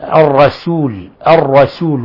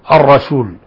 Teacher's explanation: تفخيم الراء، خذ بالك من ترقيق السين · Shown in: first take · الرسول الرسول وليس الرسول، حتى أنه تفخم السين.